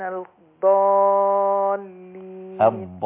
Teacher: ست حركات، مد إشباع، مد لازم، كلمي، مثقل